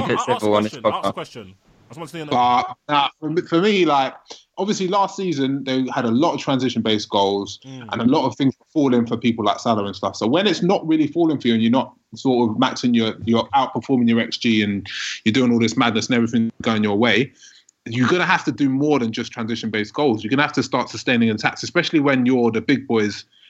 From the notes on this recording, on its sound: Apologies for the poorer than usual sound quality, as we record via Skype, we will be back in the studio on Sunday.